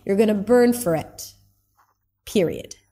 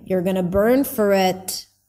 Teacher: No, it sounds like a warning, you're gonna burn for it. He leaves his intonation kind of like up hanging · Shown in: second take · which means, you know, just wait and see.